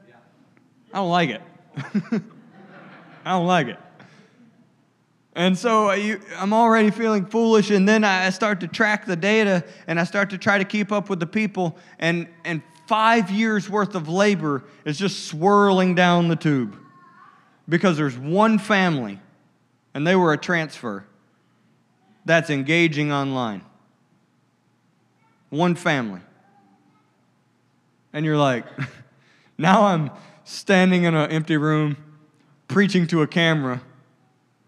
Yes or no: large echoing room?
yes